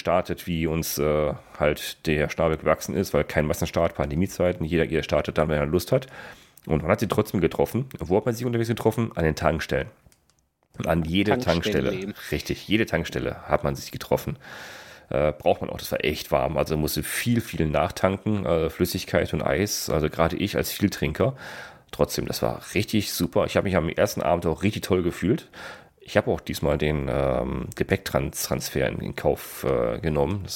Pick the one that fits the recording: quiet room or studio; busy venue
quiet room or studio